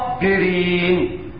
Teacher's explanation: الصاد والألف التي بعدها مفخمتين